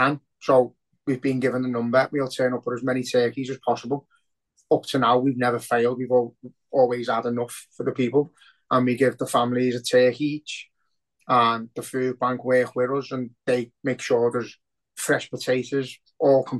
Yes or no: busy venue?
no